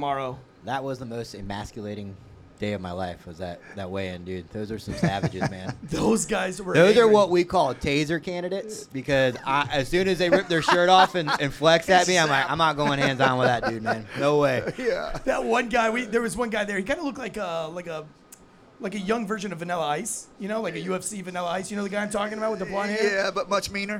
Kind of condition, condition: setting, busy venue